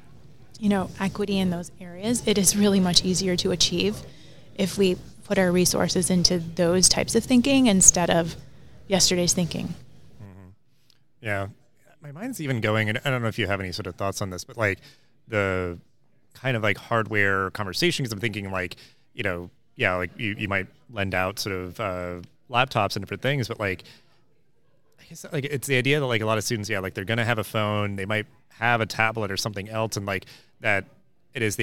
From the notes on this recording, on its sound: This special live episode was recorded on the show floor at the Times Higher Ed Digital US Event held at Illinois Tech in Chicago this past May.